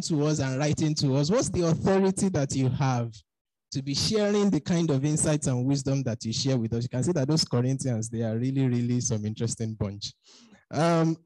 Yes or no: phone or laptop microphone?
no